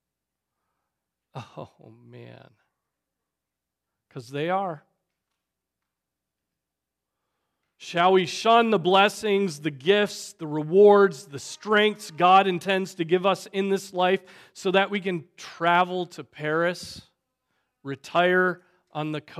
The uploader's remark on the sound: Preached on January 28, 2024 at Trinity Presbyterian Church